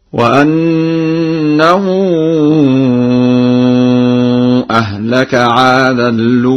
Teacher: قوله تعالى: وأنه أهلك عادا الأولى، قرأ ورش بنقل حركة همزة الأولى إلى اللام وحذفها وإضغام التنوين في اللام هكذا: وأنه أهلك عادا الأولى.